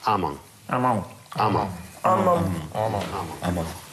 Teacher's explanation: Вот то, что «м» в конце, это читается не «м», а просто в нос.